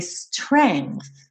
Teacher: então você simplesmente não vai falar o G